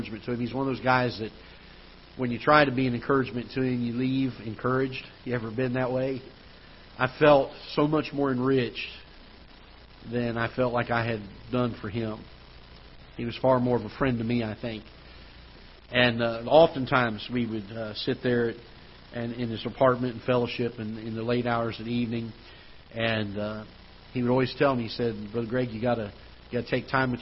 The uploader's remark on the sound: Ketha Heights Baptist Church ~ Live Broadcast.